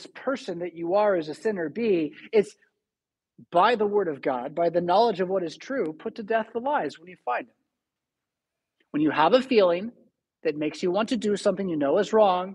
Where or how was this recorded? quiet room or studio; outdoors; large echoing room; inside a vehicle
large echoing room